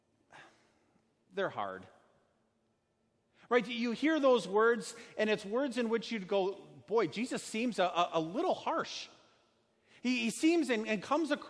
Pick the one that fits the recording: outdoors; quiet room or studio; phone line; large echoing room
large echoing room